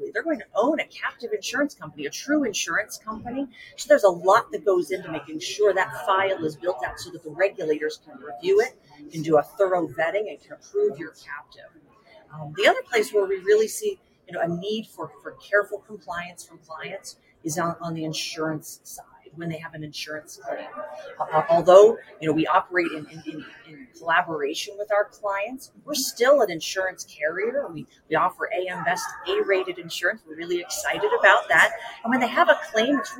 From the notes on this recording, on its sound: Live at the SIIA 2022 Engage Conference